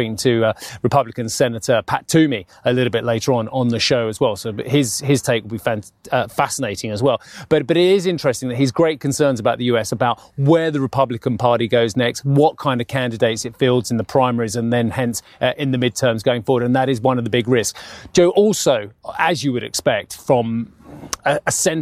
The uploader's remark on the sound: We are live at the Ambrosetti Forum on the shores of Lake Como